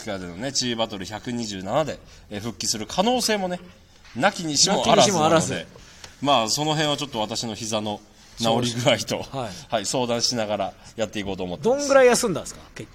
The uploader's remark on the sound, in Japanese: モガキューライブ乱入 from Radiotalk。2WFでの試合後にモガキューライブに乱入して収録！